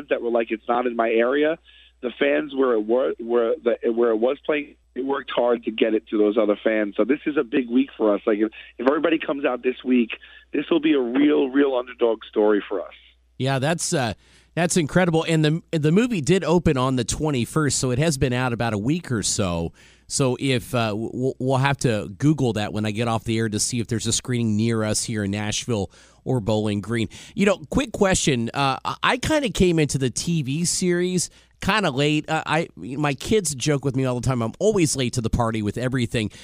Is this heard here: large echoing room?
no